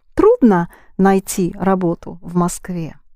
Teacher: let's raise your voice on the word трудно